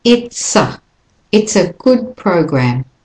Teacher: here we have a linking, it's a, not it is a